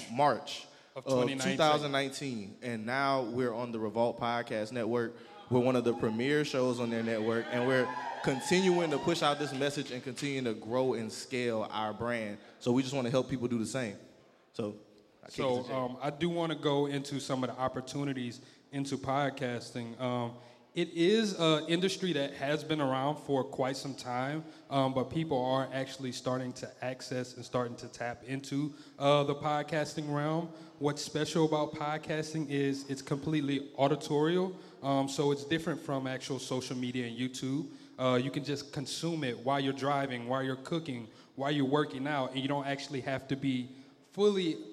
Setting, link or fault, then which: setting, busy venue